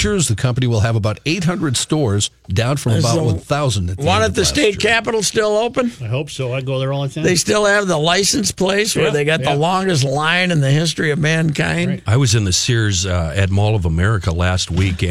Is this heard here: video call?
no